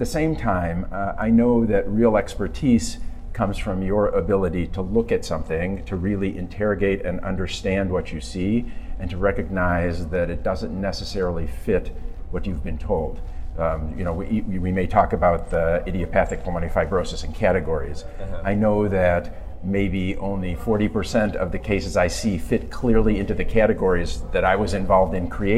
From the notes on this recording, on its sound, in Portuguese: gravado durante o 23ª Curso de Atualização em Imagem